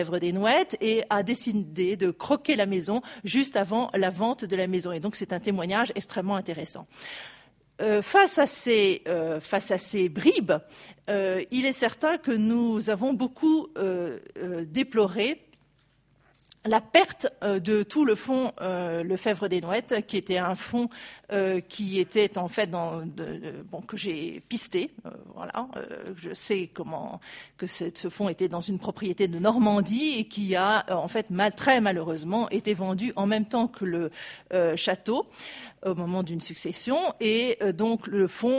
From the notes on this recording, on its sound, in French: Enregistrées le 28 janvier 2016 dans le cadre du colloque « Mobiliers, ensembles, décors.